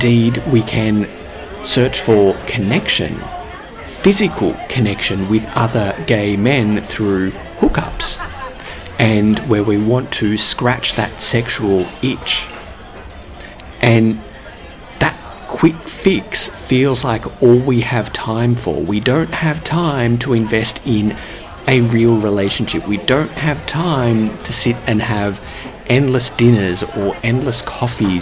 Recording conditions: busy venue